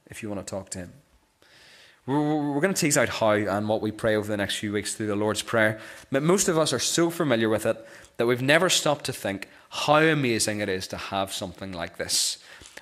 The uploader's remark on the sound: This is the recording of the Bible reading and sermon from our morning service on Sunday 5th November 2023.